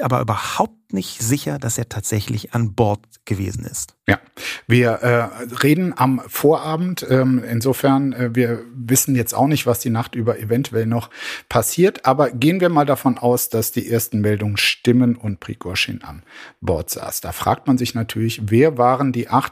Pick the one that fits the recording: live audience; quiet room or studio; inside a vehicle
quiet room or studio